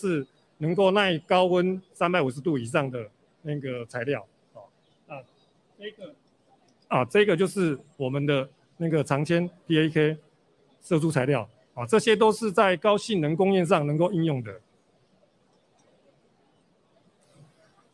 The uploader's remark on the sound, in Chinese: 本集節目於2022年「台北國際塑橡膠工業展（TaipeiPLAS）」展期間錄製，TaipeiPLAS 2022與「台北國際製鞋機械展（ShoeTech Taipei）」9月27日至10月1日於南港展覽館1館同期舉行。